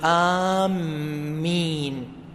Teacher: يضع شدة على الميم، وهذا خطأ أيها الأحبة